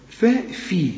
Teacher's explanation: الفه الأولى مفتوحة والتانية مكسورة والاتنين مرققين، لكن الفه التانية أكثر رقة